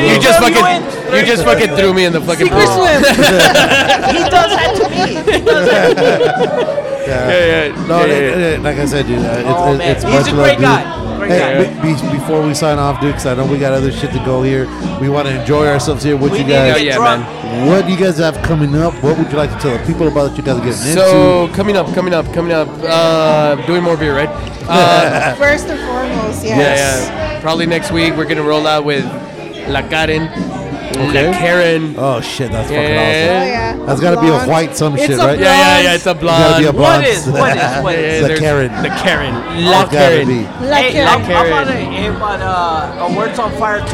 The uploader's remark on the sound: On this week's episode, in honor of our accomplishment, we recorded live at 'The Old Sheep Dog Brewery'.